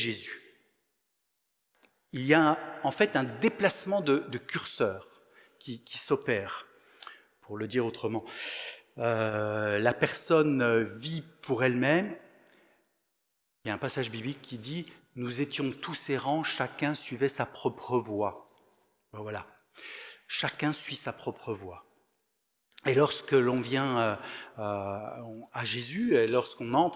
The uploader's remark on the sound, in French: Enregistré à l'église CVV, le 20/11/2022